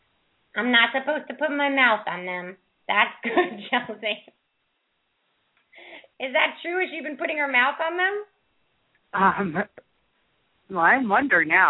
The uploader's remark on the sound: open up the lines for listeners to call